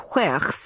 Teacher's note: with its whistling W at the beginning and guttural sound at the end